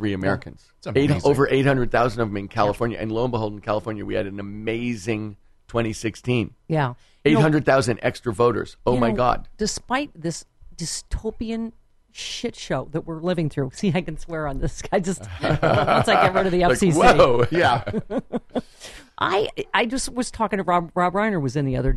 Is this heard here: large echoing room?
no